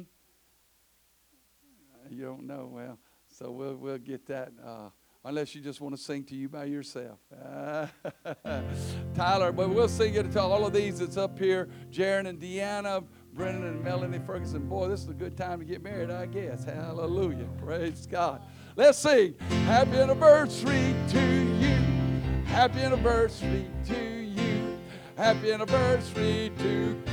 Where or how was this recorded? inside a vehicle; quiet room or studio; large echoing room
large echoing room